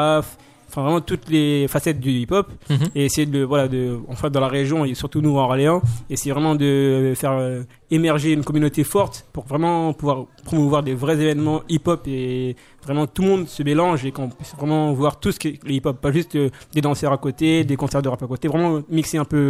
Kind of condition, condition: setting, busy venue